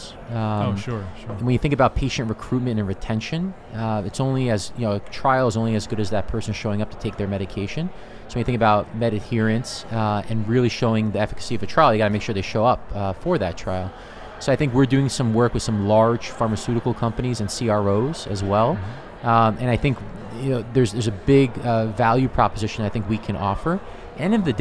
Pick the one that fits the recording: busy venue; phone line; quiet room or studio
busy venue